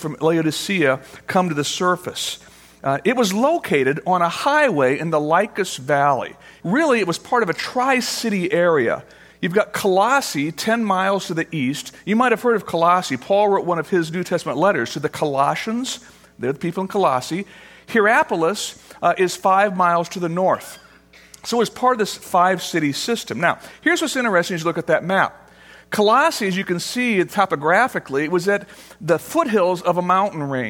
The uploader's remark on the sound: Originally recorded on June 9, 2013, at Fellowship Missionary Church, Fort Wayne, IN.